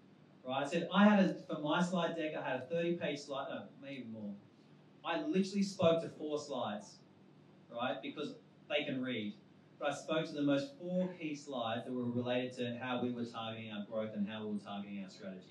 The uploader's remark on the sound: Recorded on our launch at WeWork Pyrmont in August